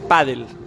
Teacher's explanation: there's like a very strong P and then an accent on the A. And then the del is just sort of there.